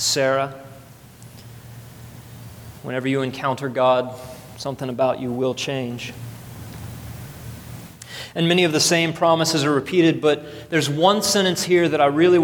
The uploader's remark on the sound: at the first service of Redemption Hill Church on Sunday, November 4th, 2012.